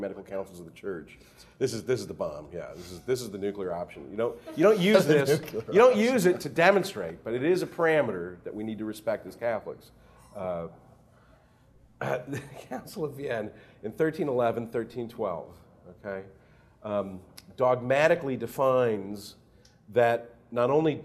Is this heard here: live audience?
yes